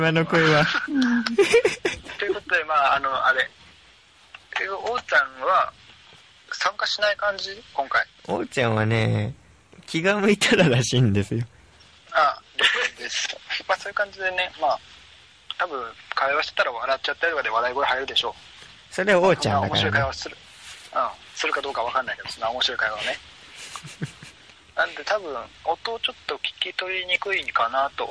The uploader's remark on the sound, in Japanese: LINEのグループ通話を使ってパワープレイ収録を行いました。音質と内容の低質化が今後の課題になりました